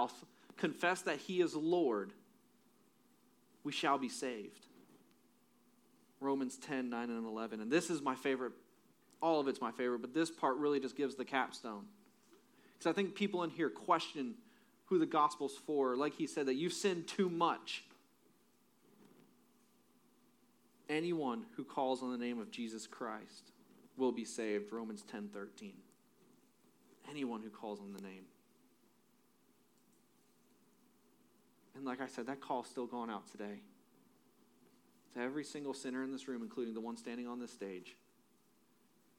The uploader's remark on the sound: Audio is low, turn up device audio. Phone Audio recommended.